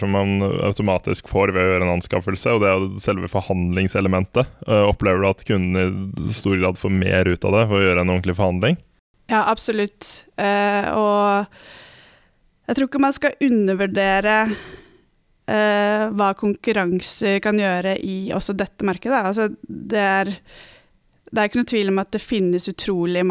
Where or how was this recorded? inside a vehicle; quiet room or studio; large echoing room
quiet room or studio